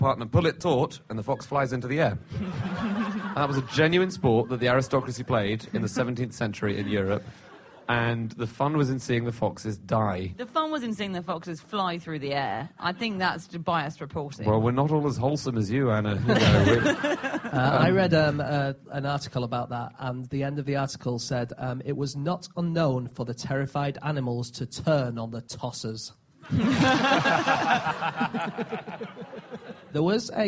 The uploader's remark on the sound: Live from The Edinburgh Festival